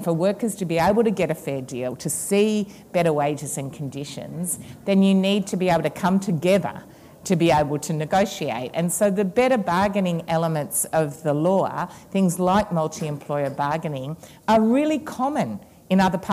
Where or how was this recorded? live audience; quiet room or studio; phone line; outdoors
live audience